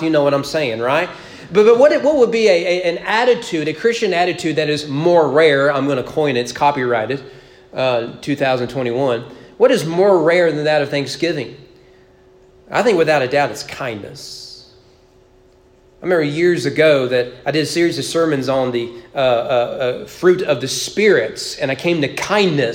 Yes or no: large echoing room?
yes